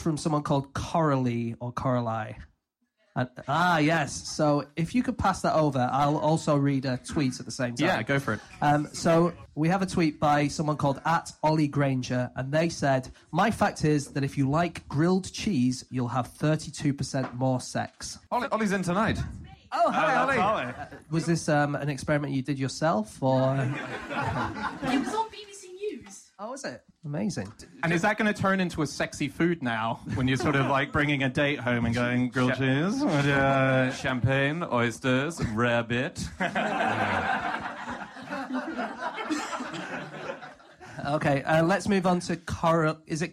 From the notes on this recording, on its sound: Live from The Aces and Eights Bar in Tufnell Park. Discuss facts suggested from the audience.